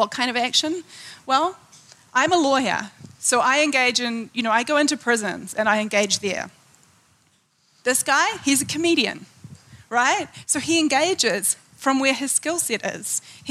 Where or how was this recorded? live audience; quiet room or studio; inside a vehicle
live audience